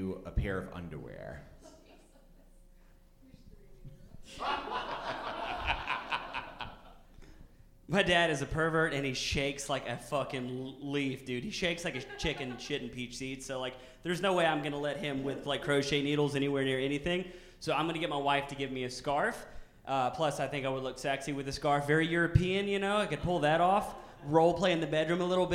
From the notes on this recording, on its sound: live show recorded in Bristol Tennessee